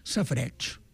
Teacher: aquesta A, que és una vocal neutra, com que és en contacte amb la herba tagant, doncs queda absorbida i no es diu